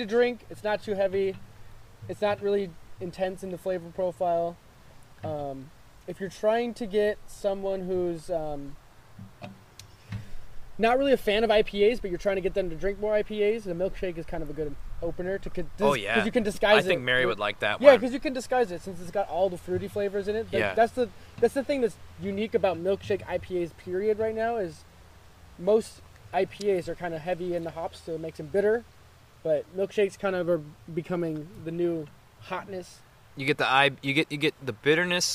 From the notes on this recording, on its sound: this episode was recorded outside, so the atmosphere and sound levels are a bit different in this episode.